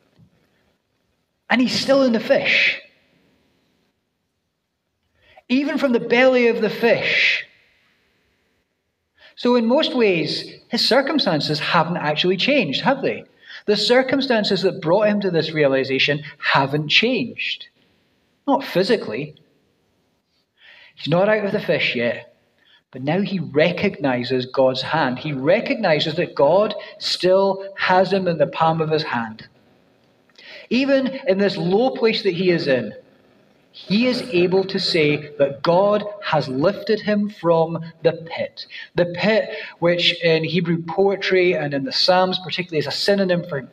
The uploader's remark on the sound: First preached at New City Church, Dunfermline on 17 September 2023